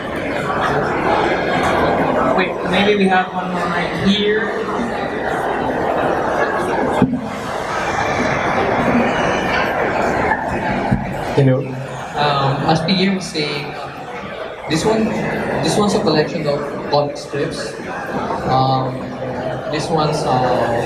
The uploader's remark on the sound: CHOPSOY Comics Interview at Cebu Lit Fest 2018. Cebu Lit Fest 2018 panel interview.